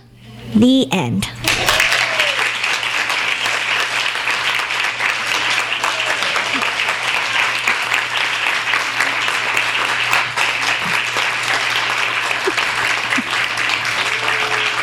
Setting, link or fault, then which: setting, live audience